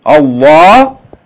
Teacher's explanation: the lam is pronounced yani with tafkheem, that means it's pronounced full mouth, heavy